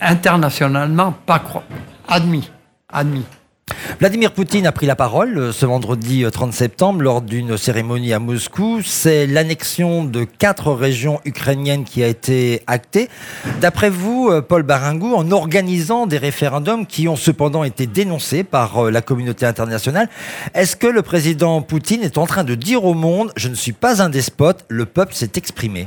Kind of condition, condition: setting, busy venue